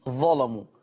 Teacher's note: قرأ ورش بتغليظ اللام في اللفظ الآتي كلمة ظلموا، لأن اللام مفتوحة